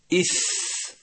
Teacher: النطق به كقولك مثل ثانيا حرف الثاء حرف رخو أي يجري معه الصوت عند النطق به